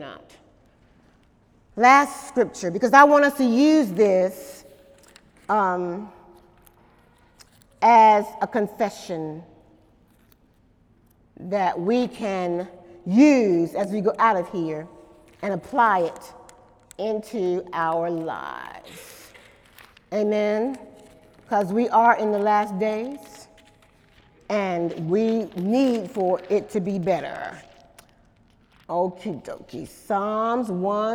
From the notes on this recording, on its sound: During Sunday morning service